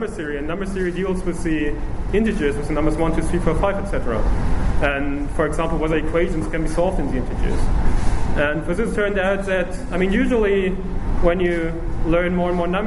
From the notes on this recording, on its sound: Recorded in Rio the day after the prizes were awarded. Hear what they had to say at a press conference.